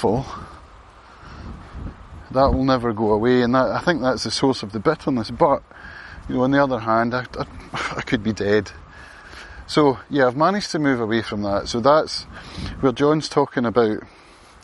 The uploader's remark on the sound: A walk and talk. Around the Field of Dreams in Lamlash.